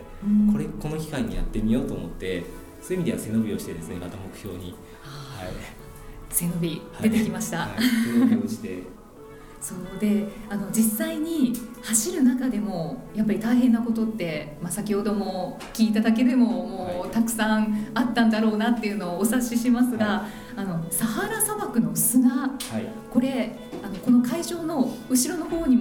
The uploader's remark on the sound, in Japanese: サハラ砂漠マラソン報告会（公開収録）。